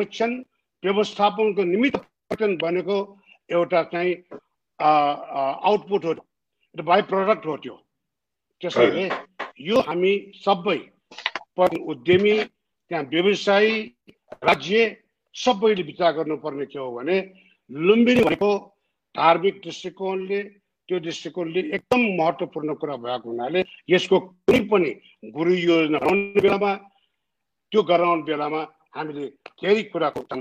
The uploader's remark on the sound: Zoom Seminar